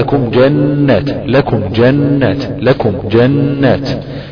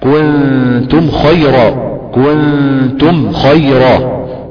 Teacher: ربنا عز وجل بيقول ويجعل لكم جنات، لكم جنات، لكم جنات، ويقولش لكم جنات، كنتم خيرا، كنتم خيرا، إظهار واضح جدا لحرف الميم وعدم إخفاء عندها أو إضغام · Term: إظهار شفوي